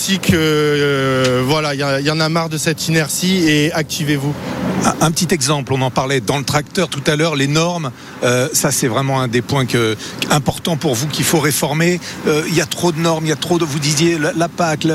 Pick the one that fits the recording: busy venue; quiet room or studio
busy venue